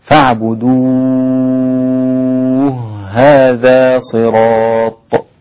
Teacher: الهاء مع الهاء أدغمت فشددت الهاء · Term: الإدغام الكبير